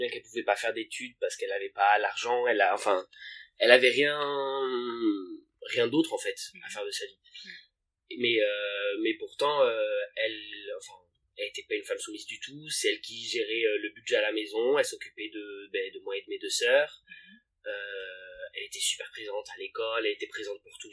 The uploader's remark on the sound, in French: Je m’excuse par avance du son hihi, j’ai enregistré cet épisode cet été ( et je ne l’ai monté que cette semaine shame on me) et la qualité de mon matériel n’était pas terrible terrible hihi.